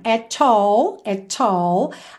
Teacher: Atenção que tem um arzinho, percebe que não é at all, at all, at all, t, t, t, at all, tá? Tem que ter essa escapadinha de ar